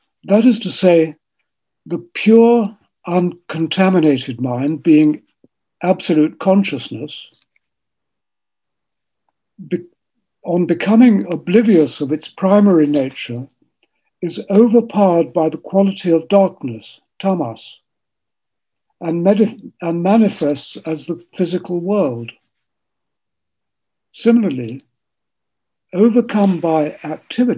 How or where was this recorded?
video call